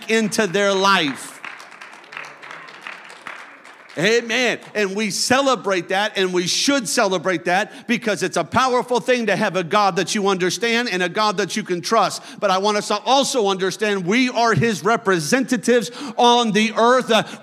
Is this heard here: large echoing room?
yes